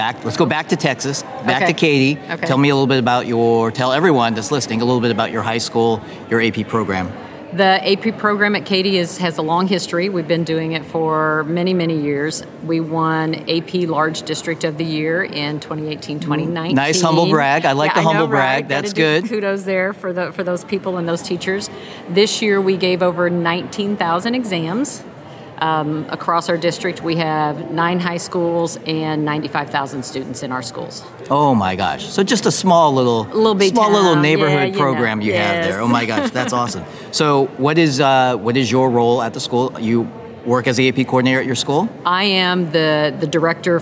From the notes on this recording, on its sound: Live at the AP Annual Conference. Live from the AP Annual Conference in Seattle, WA. In this collage of short interviews.